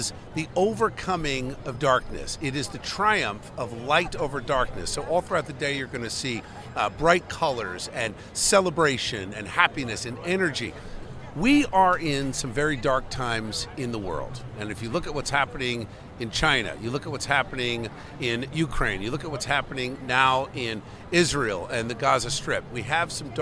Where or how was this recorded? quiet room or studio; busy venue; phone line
busy venue